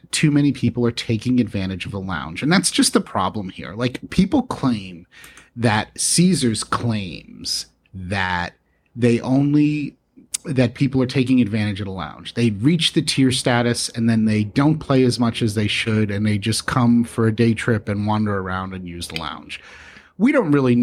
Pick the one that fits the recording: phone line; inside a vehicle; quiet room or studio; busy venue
quiet room or studio